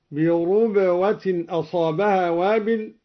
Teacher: قرأ الدوري بضم الراء هكذا: بربوة أصابها وابل، وهي لغة قريش.